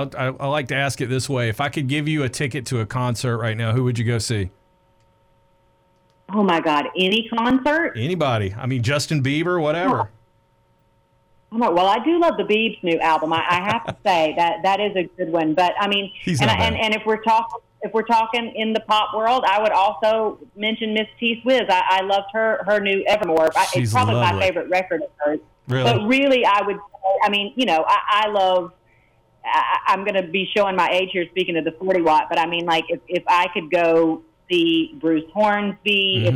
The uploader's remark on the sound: called in to chat